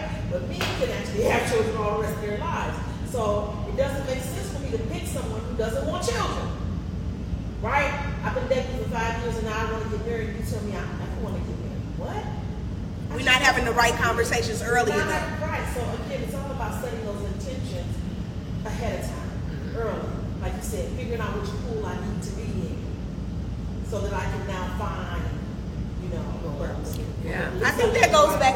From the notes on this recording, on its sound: Live Show. In this final live installment of the "Sugar and Spice: The Unfiltered Therapist Podcast". Listener interactions.